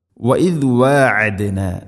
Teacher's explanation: വഇദ് വഅദ്ന അല്ല വഇദ് വഅദ്ന. വഅദ്ന ഐന് എന്ന അക്ഷരത്തിൻ്റെ ഉച്ചാരണം തൊണ്ടയുടെ മധ്യഭാഗത്തിൽ ആണ്.